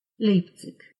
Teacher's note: Как мягкое «х» произносится также окончание «ig», например, в названии города Лейпциг.